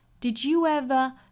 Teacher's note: You 和 ever 之间连读，我们加一个小小的 w 的发音。